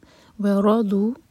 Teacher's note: اظہار و رضو واو الگ ورڈ ہے اور رضو الگ تو را پر تھوڑا سا زور دے کے پڑھا جائے گا